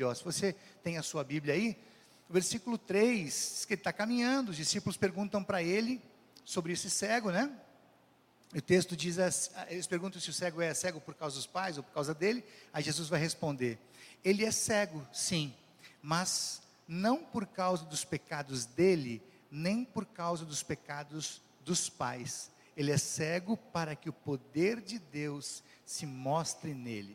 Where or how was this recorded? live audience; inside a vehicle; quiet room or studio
live audience